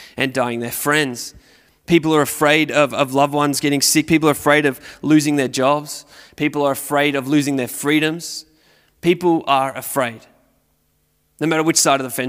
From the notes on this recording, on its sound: Recorded at Restore Church on September 12th, 2021